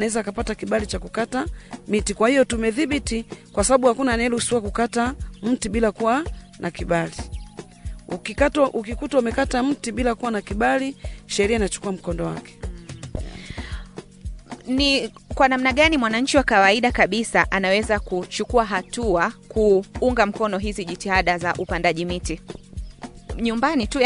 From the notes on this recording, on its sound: This Podcast episode is recorded from the field